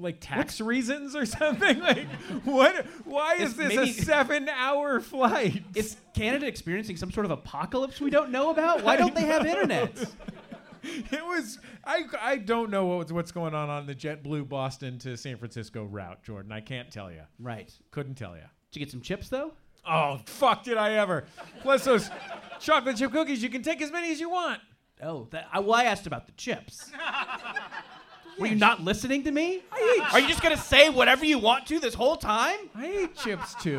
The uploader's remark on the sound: Live from SF Sketchfest 2020 at the Punch Line comedy club in San Francisco